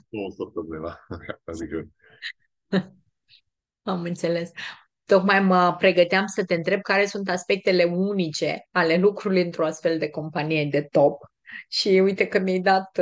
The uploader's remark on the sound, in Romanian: Ne-am auzit pe Zoom